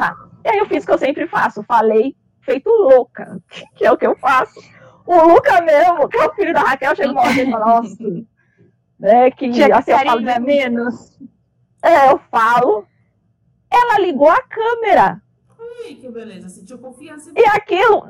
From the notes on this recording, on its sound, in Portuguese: DESCULPEM PELA QUALIDADE DO AUDIO.